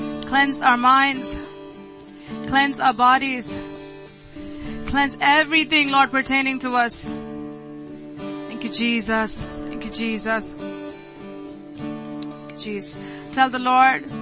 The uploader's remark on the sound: ELBIM Church Sunday Livestream